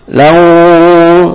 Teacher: sesuatu yang berdengung itu sampai ke khaisum, ke hidung. Lau, nah, malau ini terasa di hidung, nah, berdengung. · Term: Idgham bi gunnah